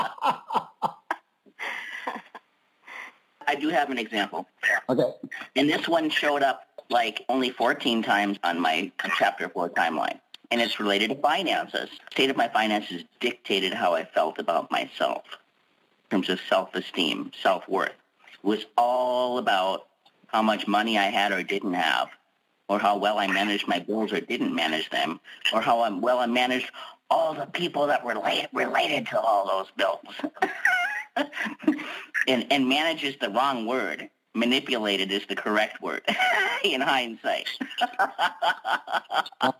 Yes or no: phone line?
yes